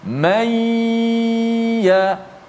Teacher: nun masuk dalam ya berserta gunnah bukan masuk ya dulu baru gunnah mai ah ha, bukan begitu maknanya serentak masuk dalam ya dan berserta gunnah Mula sekali, habis sekali.